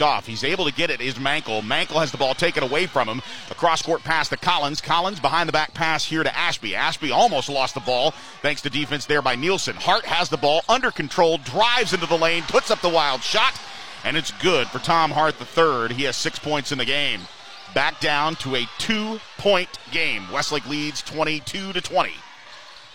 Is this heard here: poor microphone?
no